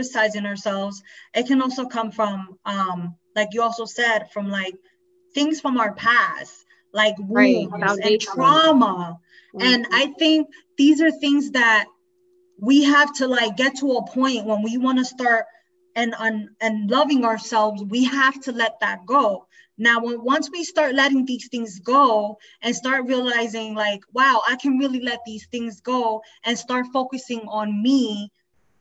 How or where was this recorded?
video call